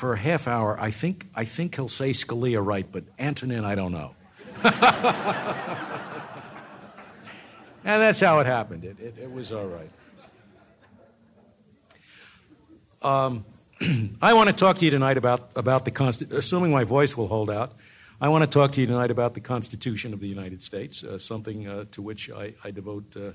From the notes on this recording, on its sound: delivered the keynote address at the Acton Institute's 7th Annual Anniversary dinner